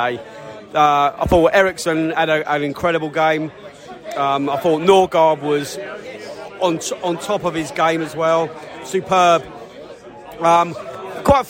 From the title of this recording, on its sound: post-match podcast from the pub